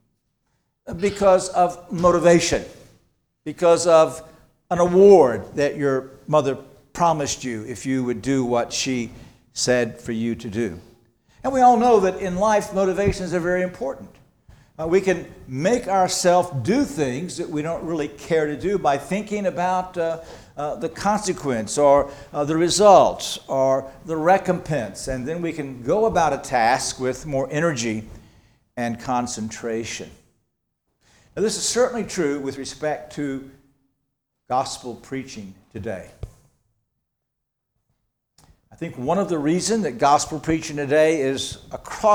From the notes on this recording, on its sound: At Antioch Presbyterian Church, a mission work of Calvary Presbytery of the Presbyterian Church in America located in Woodruff, South Carolina.